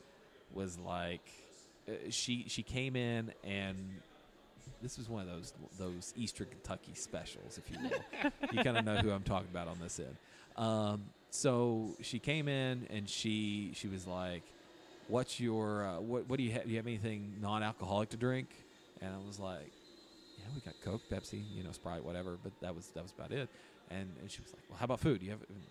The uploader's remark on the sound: Live from Deladders...I Mean, Broken Throne